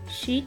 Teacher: in Polish, all vowels are short, which can cause problems with words such as sheet, where the vowel sound E is long